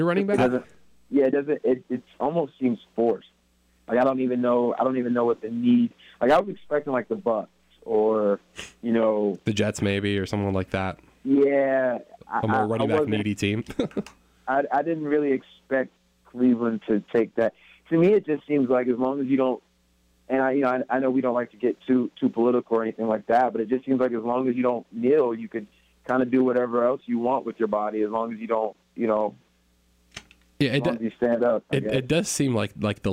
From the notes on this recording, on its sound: Joins the pod via telephone.